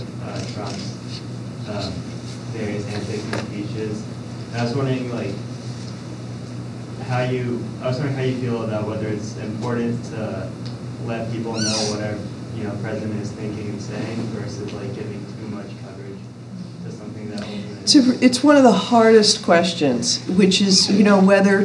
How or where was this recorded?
live audience